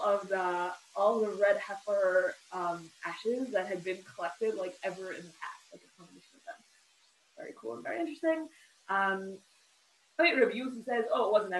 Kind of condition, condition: link, video call